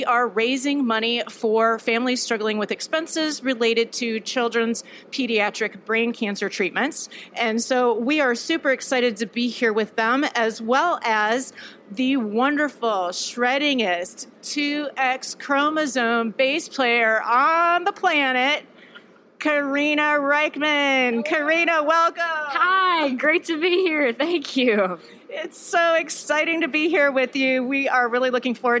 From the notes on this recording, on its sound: Hosting this backstage chat on the Tito’s Tour Bus at the Hogs for the Cause festival in New Orleans. Special thanks to Tito’s Handmade Vodka for hosting this backstage chat on the Tito’s Tour Bus at the Hogs for the Cause festival in New Orleans.